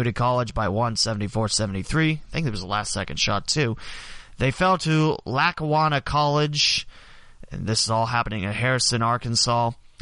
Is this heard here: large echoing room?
no